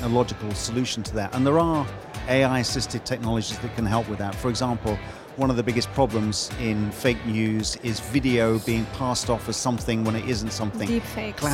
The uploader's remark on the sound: Live from Global Media Congress